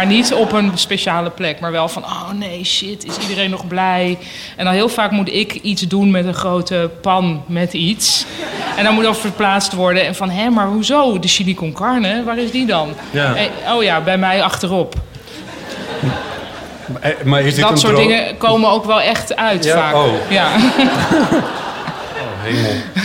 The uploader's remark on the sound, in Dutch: Op zaterdag 24 augustus 2019 waren we te gast op het Groningse Performance Arts Festival Noorderzon